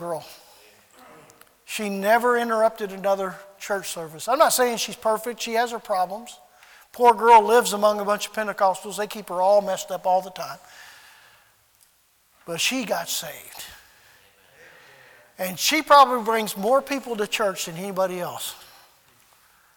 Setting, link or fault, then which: setting, large echoing room